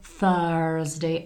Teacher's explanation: Takže jazyk je venku, oblízne patro a špička jazyka skončí až vzadu, jako když maminka dělá roládu a točí to.